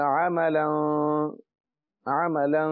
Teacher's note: غنہ ہو رہا ہے عملا کیونکہ آگے صاد ہے جو حروف اخفاء میں سے ہے